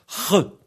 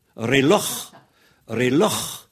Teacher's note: le « re », vous le faites en vous raclant la gorge. « Re ». Si vous avez fait de l'espagnol, c'est le « j » espagnol.